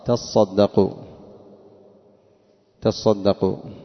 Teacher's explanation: وأما من شدد فقال تصدقوا، فإنه قلب التاء الثانية صادا وأدغمها في الصاد، ليس عنده حذف، ليس عنده حذف، إنما قلب التاء الثانية صادا وأدغم الصاد في الصاد · Term: الإدغام